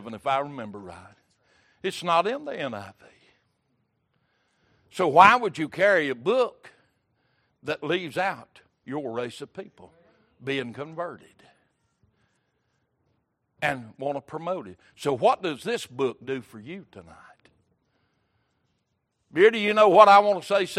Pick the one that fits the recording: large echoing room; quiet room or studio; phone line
large echoing room